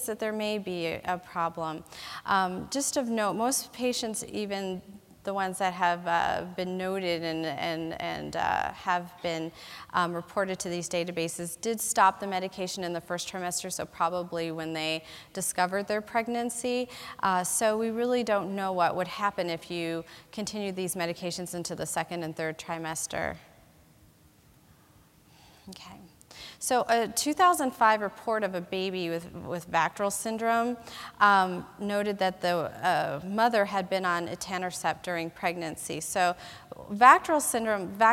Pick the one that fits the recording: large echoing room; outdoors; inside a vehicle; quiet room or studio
large echoing room